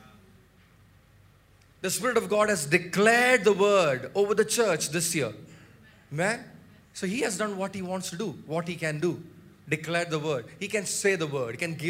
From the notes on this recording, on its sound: preached at Sunday Service on 7 January 2024 at Revelation Church